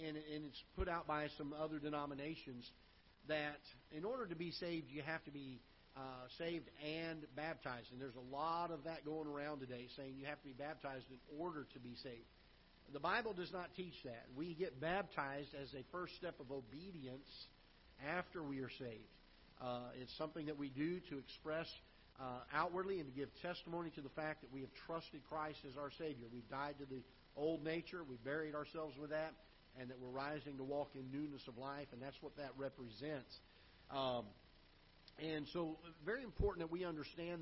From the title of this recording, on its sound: Ketha Heights Baptist Church ~ Live Broadcast